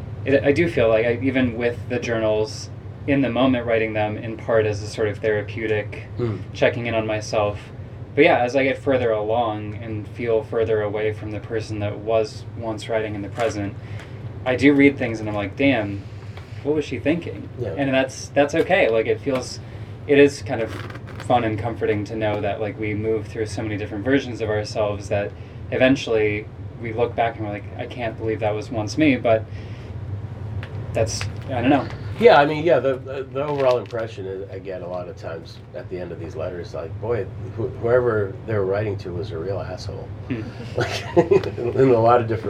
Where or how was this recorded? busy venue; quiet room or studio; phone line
busy venue